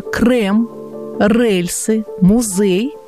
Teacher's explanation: Одной из особенностей питерского говора является употребление звука «э» на месте «е» в словах, заимствованных из других языков.